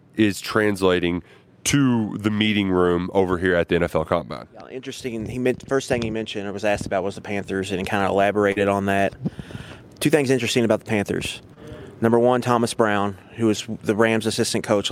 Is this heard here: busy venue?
yes